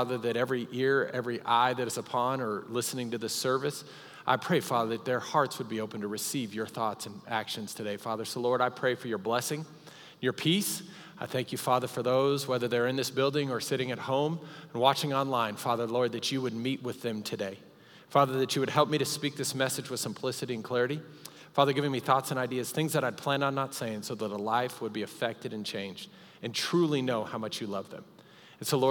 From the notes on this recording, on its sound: Recorded live during our Wednesday night service